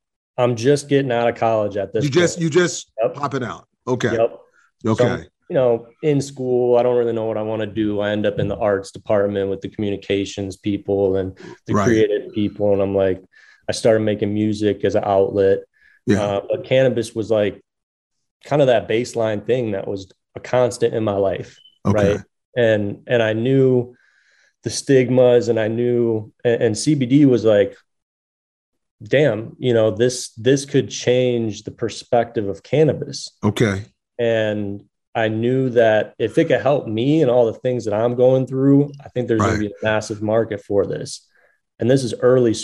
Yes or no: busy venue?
no